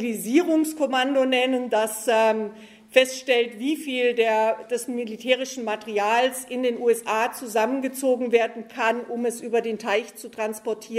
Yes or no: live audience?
yes